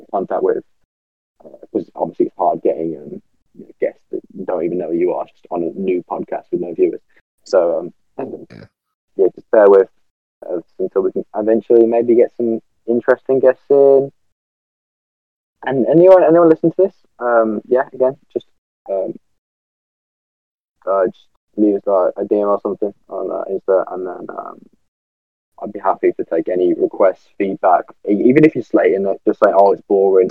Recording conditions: poor sound quality